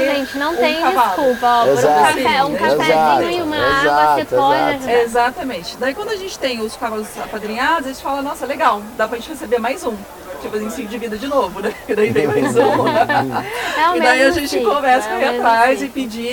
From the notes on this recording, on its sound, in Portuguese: episódio gravado durante o XVIII festival nacional do cavalo brasileiro de hipismo